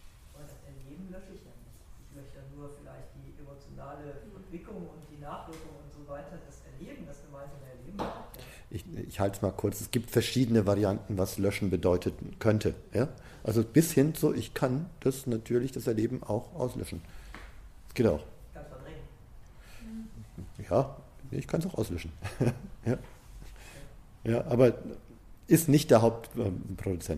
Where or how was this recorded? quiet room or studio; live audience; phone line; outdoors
live audience